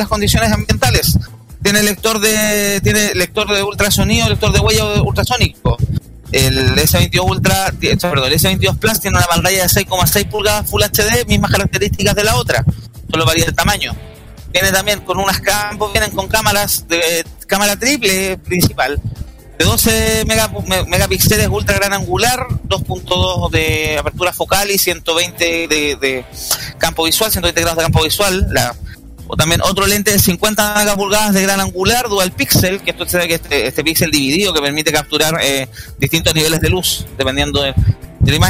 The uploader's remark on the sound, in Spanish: En esta edición especial, el equipo de Tecnomood estuvo presente cubriendo en vivo el lanzamiento de la nueva línea de teléfonos Samsung Galaxy S22 y las nuevas tablets Galaxy S8.